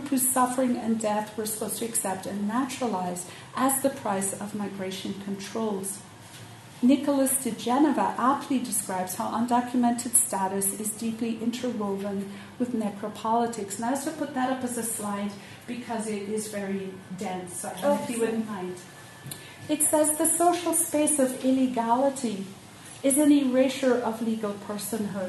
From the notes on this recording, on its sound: Keynote at Queering Ireland 2015